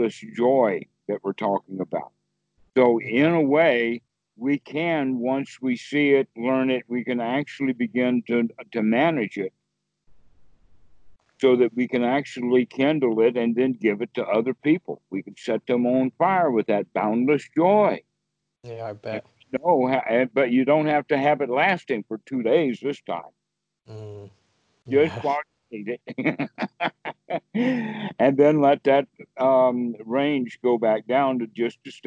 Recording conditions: video call